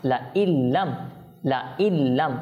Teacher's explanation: নুন সাকিনের পর লাম এসেছে, সেজন্য ইদগাম হবে আর গুণনা ছাড়া হবে